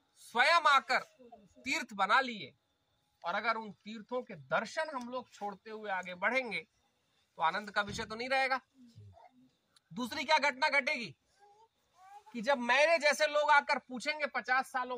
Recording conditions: outdoors